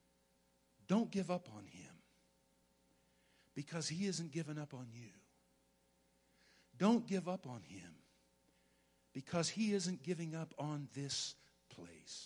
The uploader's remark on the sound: Woodland Life Church Live